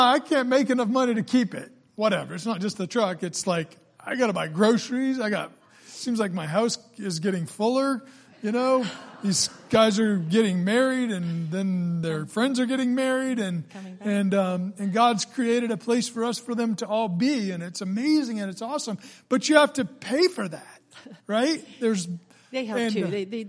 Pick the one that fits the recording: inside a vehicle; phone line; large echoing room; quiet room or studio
large echoing room